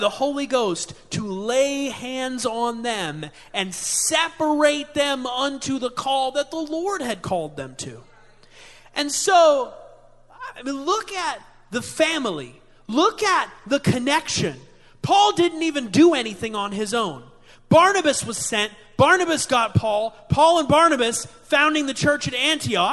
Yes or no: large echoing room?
yes